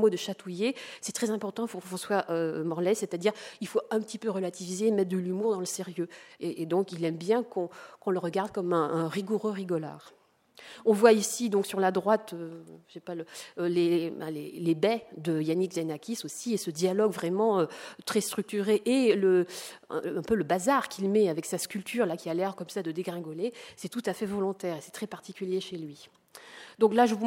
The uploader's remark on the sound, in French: Intervention enregistrée le 7 octobre 2010 dans le cadre du colloque « Exposer l'art contemporain dans les monuments historiques »